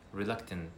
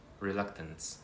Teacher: Don't pronounce the last T, please. It's in American accent · Shown in: first take · but in British accent, you can say the two T's, reluctant.